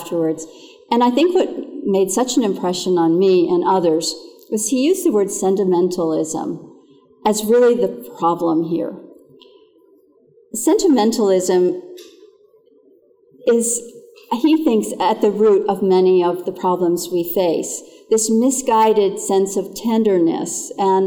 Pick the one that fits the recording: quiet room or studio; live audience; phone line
live audience